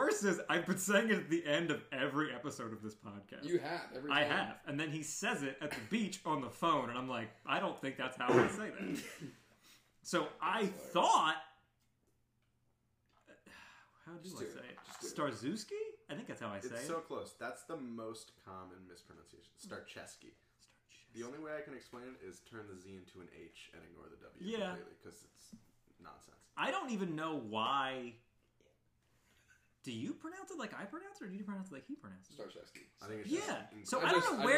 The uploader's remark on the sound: Also, I apologize for any weird audio issues. I’m using a new program and will hopefully have everything figured out for next time.